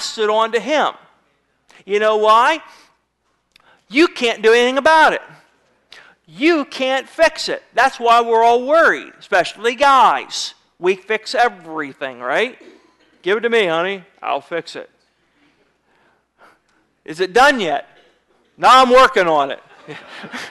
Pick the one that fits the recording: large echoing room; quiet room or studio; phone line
large echoing room